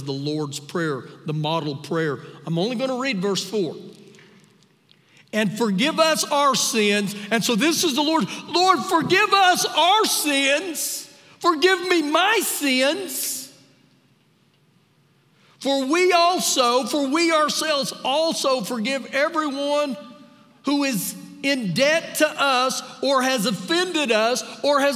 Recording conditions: live audience